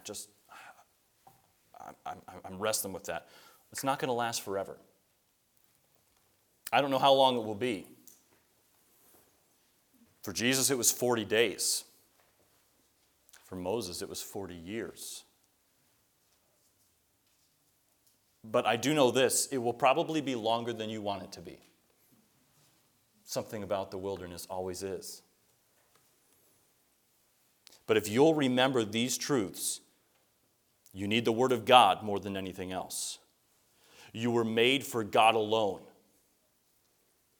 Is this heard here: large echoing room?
yes